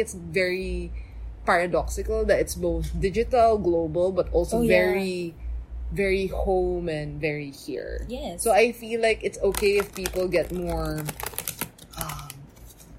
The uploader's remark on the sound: this has atmospheric sounds again